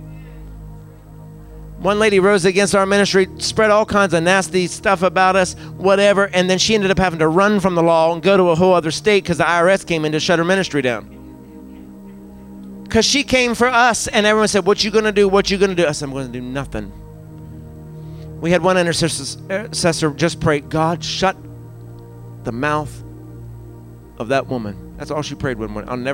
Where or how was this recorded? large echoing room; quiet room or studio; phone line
large echoing room